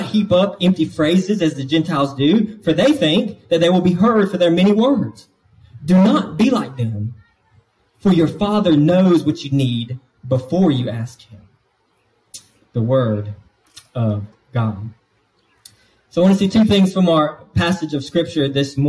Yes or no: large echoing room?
yes